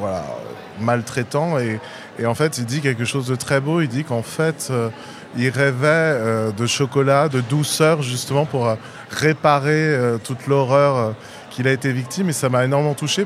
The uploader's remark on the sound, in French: Longueur d'ondes 2024. Rendez-vous des passionnés de la radio et du son, ce festival fêtait cette année son vingtième anniversaire. En arpentant les couloirs du Quartz, la scène nationale qui accueille cet événement célébrant le son sous toutes ses formes.